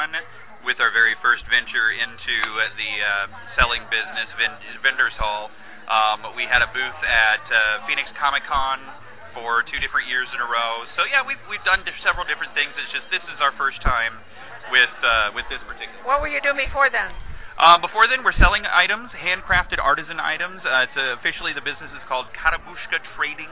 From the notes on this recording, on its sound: We talked to the fae folk at Whimsy Garden out at Keen Halloween this past weekend. THIS SHOW IS NOT LIVE - HOWEVER, WAS RECORDED LIVE.